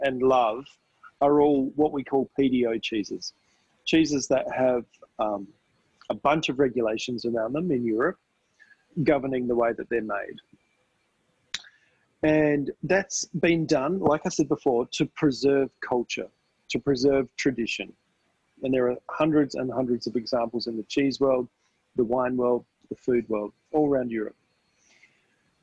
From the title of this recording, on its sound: webinar recording